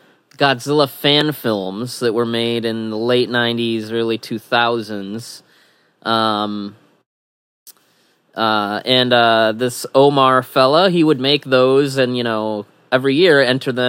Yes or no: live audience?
no